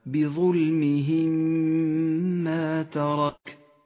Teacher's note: والآن الإدغام الشفوي في قوله تعالى بظلمهم ما ترك، تدغم الميم الساكنة مع الميم المتحركة فتصيران ميما واحدة مشددة تغن بمقدار حركتين